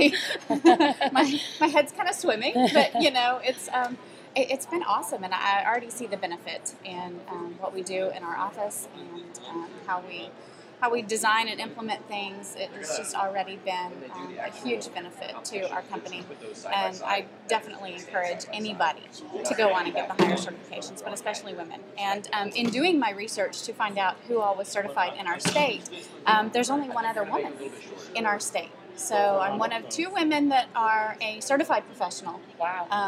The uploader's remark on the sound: we talked live from the InfoComm 2013 show floor